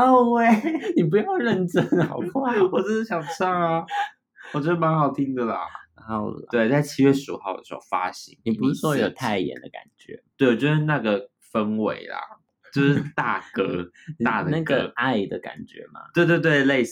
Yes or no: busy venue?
no